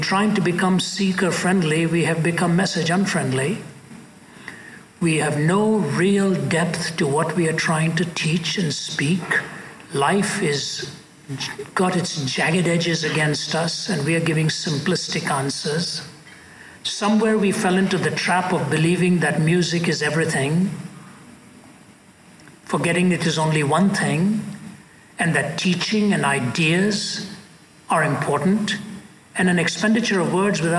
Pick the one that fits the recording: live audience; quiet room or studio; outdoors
live audience